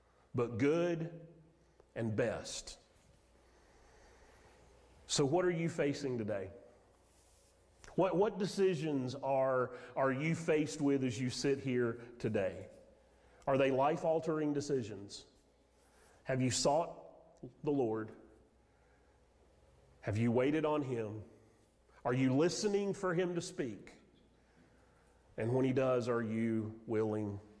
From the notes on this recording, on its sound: Sermon audio from Mission Church in Locust, NC.